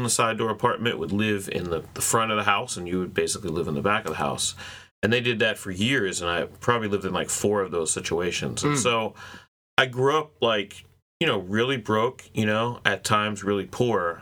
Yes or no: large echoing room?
no